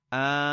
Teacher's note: So the alif has that mad between 2 to 4 lengths. And then we have the lam, which has the small alif on top, duration of 2 alifs.